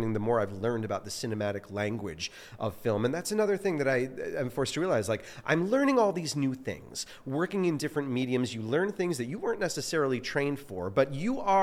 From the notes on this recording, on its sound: This episode of the Actorsphere Podcast was filmed LIVE FROM THE 2023 CASTING BUFFALO ACTOR EXPO.